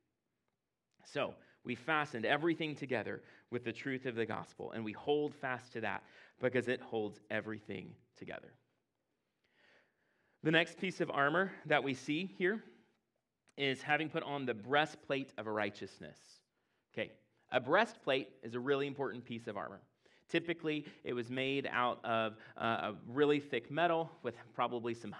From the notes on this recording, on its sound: At Impact Church in Fredericksburg, VA.